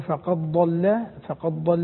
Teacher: يدغم الدال في الضاد